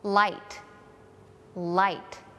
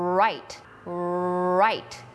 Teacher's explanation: มันจะมีวูนิดนึงสำหรับ R · Shown in: second take